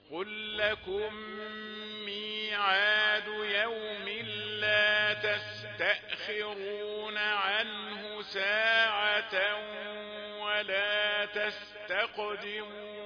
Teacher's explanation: أدغمت الميمان، فالإدغام إدغام مثلين صغير وفيه الغنة